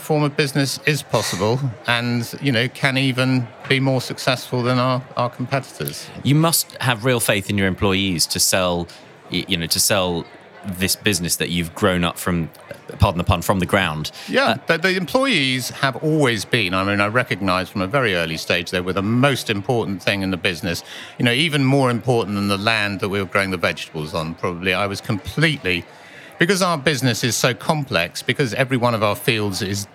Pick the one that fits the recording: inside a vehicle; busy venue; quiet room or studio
busy venue